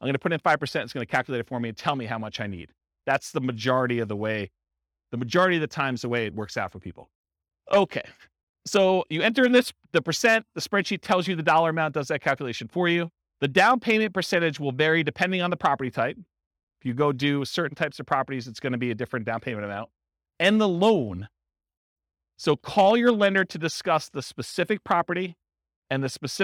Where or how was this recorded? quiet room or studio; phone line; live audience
live audience